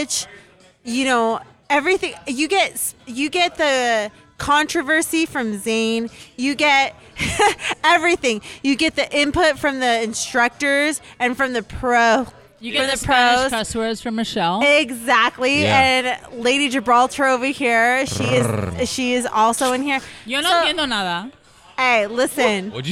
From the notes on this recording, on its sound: Live from the 2019 Beer City Open Pre-Party at Perrin Brewing. LIVE from the Perrin Pre-party for the 2019 Beer City Open Pickleball Tournament!